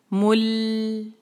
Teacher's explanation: मीम पे भी जो है दम्मा है, होंठों को गोल करें, मुंह, اور پھر ہم اس کو ملائیں گے لام سکون کے ساتھ. لام سکون پہ آپ نے خیال رکھنا ہے کہ اس پر قلقلا نہ ہو، مل نہ ہو، بلکہ مل، آواز کو وہاں پر روک لیں، مل، اور ساتھ اگلا ساتھ ہی لیٹر شروع کر دیں.